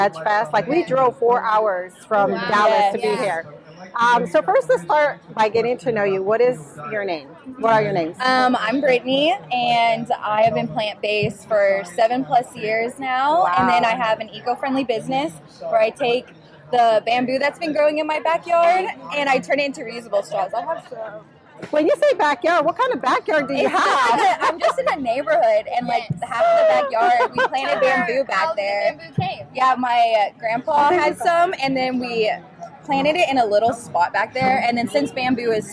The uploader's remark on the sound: Live Interviews At The Tulsa VegFest. This was a one-day event where she had a booth, did giveaways, spoke to the public, and conducted short interviews.